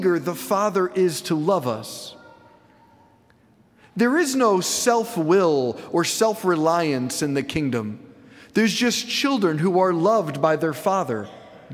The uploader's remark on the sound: preached this homily on September 10, 2023 at St Basil the Great Catholic Church in Brecksville, OH